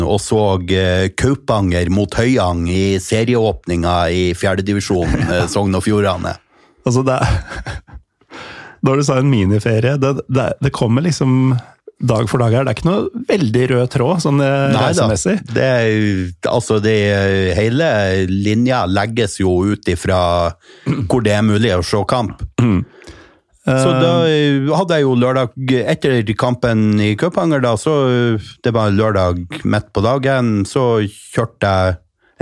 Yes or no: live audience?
no